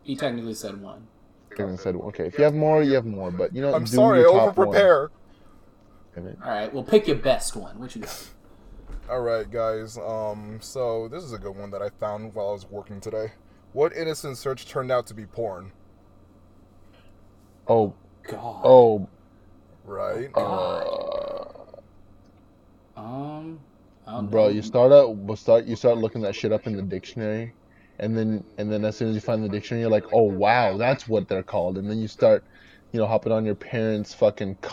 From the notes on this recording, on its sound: We are aware there is an echo with the audio.